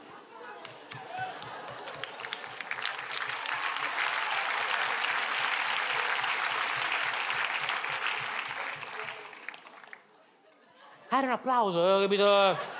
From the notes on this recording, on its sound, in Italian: Registrato al Teatro Manzoni di Milano